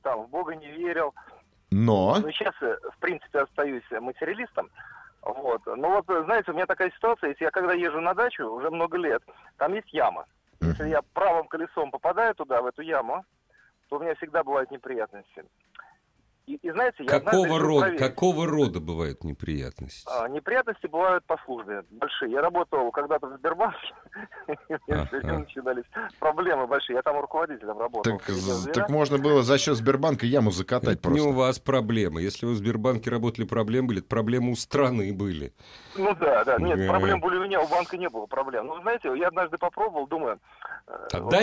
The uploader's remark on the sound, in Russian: по телефону прокомментировал тему